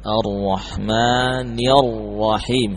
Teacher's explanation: ra yang kedua pada lafaz Ar-Rahim juga dibaca dengan tebal karena berharakat fathah · Ayat ini dibaca dengan menipiskan hamzah A. Lalu ra-nya ditebalkan.